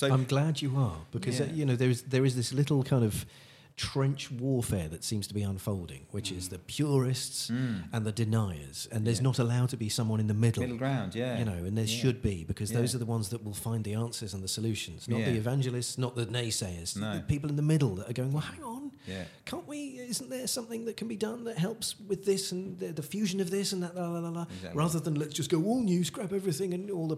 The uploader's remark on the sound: conversation recorded at the Classic Car Show at the NEC